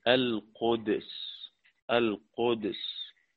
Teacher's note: قرأ ابن كثير كلمة القدس حيث وردت في القرآن سواء كان في سورة البقرة أو في غيرها بسكون الدال، القدس، القدس مع قلقلة الدال ساكنة.